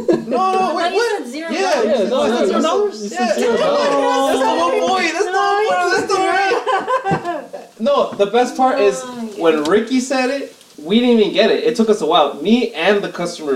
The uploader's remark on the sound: Unfortunately, our audio quality suffered a lot in this episode so a lot was cut out and this is what was able to be salvaged.